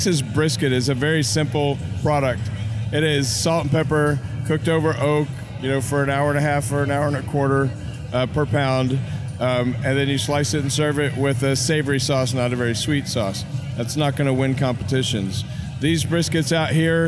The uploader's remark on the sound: Recorded live at the Worlds BBQ Championships , I hit the pavement to catch some interesting conversations with some interesting characters. Now, this was a long festival.